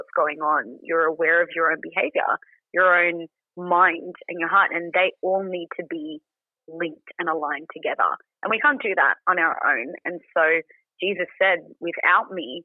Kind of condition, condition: link, phone line